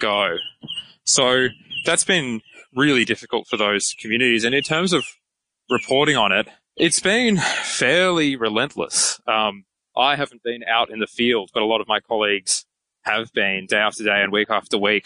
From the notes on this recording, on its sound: conducting the interview for this podcast while walking thru 122-degree heat